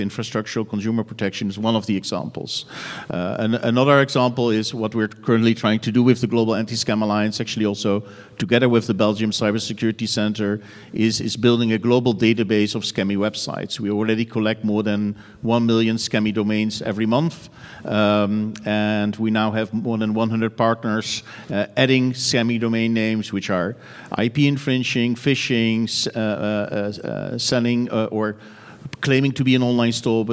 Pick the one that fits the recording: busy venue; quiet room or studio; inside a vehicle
busy venue